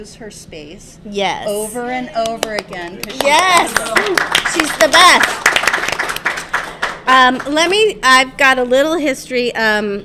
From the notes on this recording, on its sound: Live* from the Historic Greenbrier Inn in downtown Coeur d' Alene. Pre-recorded with a live studio audience, sound is a little off.